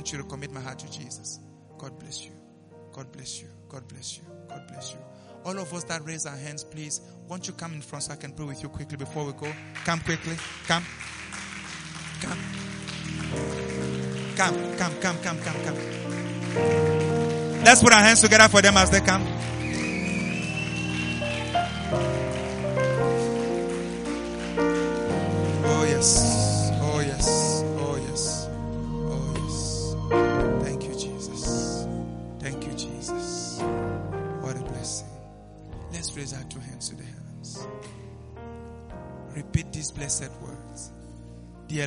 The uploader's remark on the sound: LIVE AT ABC KHALANYONI